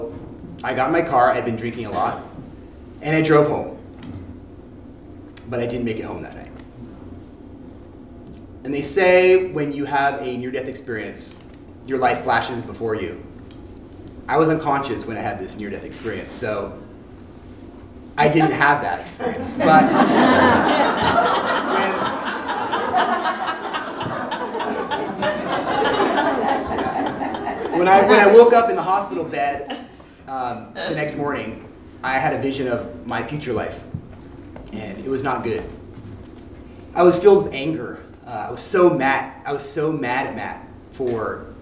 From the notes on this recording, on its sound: On stage at Hipbone Studios for live storytelling with Portland Story Theater.